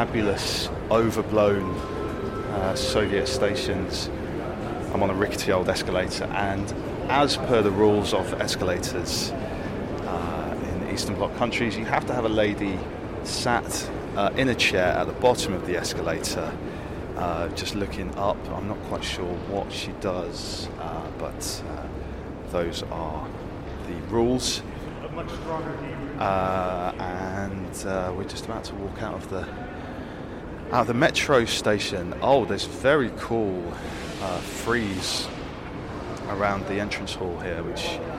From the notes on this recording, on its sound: Record some on the hoof meanderings while I criss-crossed the Uzbek capital of Tashkent with some fellow fans of Soviet modern architecture and design. Then we head out of town to see the weirdest thing I've possibly ever seen - a USSR science project helmed by a 20 storey high sunscope on a mountainside in the desert.